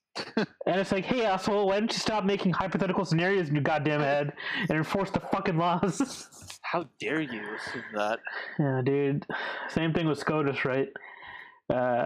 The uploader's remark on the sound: PLEASE SKIP, BAD AUDIO. We're really sorry about the shitty audio. Discord wouldn't let us use the audio interfaces and Shure mics we had for some reason (probably a driver issue) so we were stuck using less than ideal airpods.